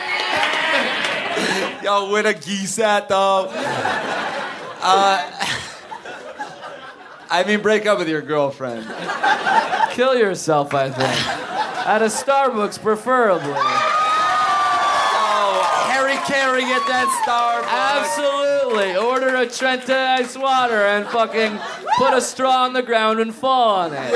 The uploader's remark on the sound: Recorded in front of a live studio audience at Littlefield bar in Brooklyn, NY!